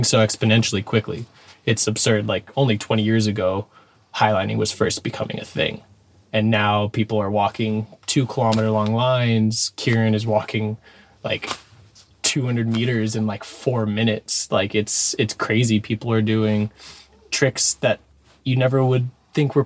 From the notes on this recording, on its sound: Recorded in a reality bending van in the ever magical Moab, Utah